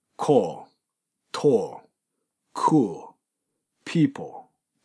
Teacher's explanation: 文字通りダークエル、暗い音ですから、はっきり明瞭な音ではないです。暗い音。コールっていうふうに、ルっていうふうに言わないで、コール、トール、クール、ピーポーという形のように弱めの音なんですね。口の形は L を作るんですけども、音を出し切らない。それで発音してあげます。これがリエゾンすると、ちょっと聞こえづらいかもしれませんが、I callyou。callyou っていうふうに言わないで、call you。I call you っていうふうに発音してあげると良いでしょう。